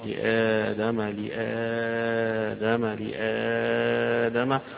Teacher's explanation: لآدم حيبقى في ثلاثة البدل للأزرق عن ورش، لآدم لآدم لآدم، حركتين وأربع حركات وستة